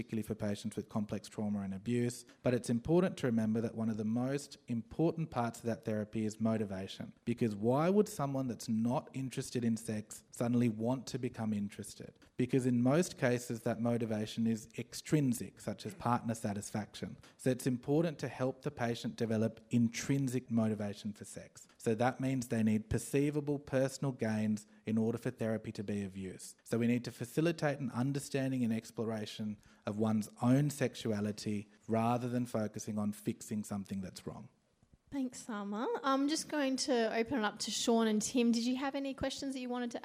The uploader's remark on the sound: live from GP19 the RACGP National Conference